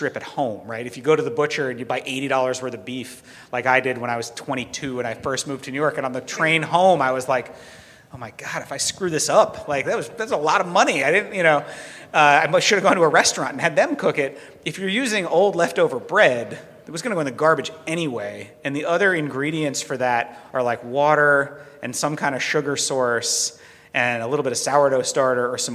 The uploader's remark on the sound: Live at Farm to People. This live recording is from March 8th.